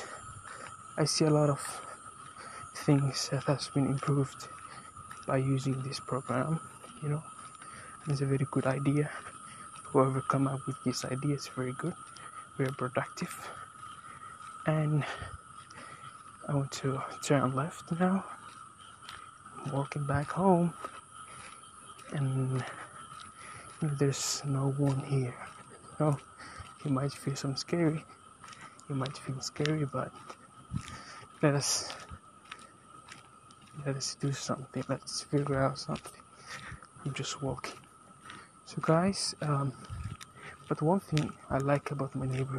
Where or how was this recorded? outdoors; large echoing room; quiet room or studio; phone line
outdoors